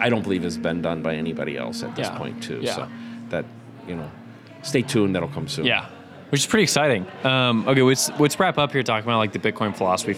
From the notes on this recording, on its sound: live from the South Carolina debut